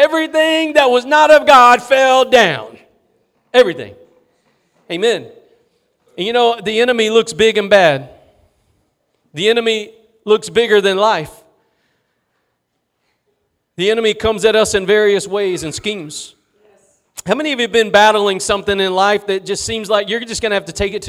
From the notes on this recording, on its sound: Preached at Gospel Lighthouse in Bossier City, La.